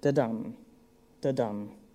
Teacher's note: Pentameter refers to a line that's divided into five sections or feet, and an iamb is made up of two syllables. The first syllable is slightly accented, generally, and the second syllable is strongly accented, giving the rhythm da-dum, da-dum. · Term: iambic pentameter